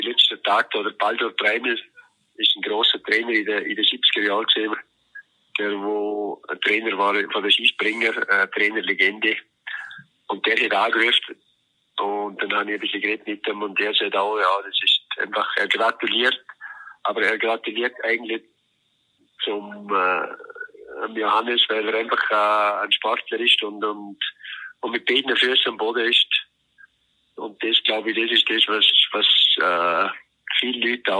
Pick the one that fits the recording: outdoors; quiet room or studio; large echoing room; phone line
phone line